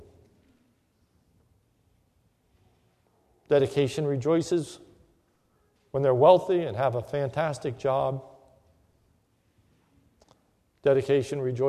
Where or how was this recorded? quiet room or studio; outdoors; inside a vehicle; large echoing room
large echoing room